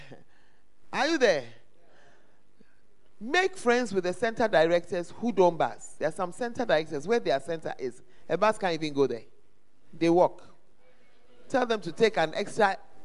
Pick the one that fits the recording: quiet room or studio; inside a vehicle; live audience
live audience